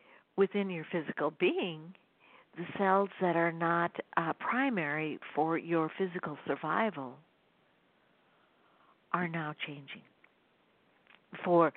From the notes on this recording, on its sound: The sound quality of this week’s BlogTalk channel isn’t the best because I used a cell phone instead of a landline.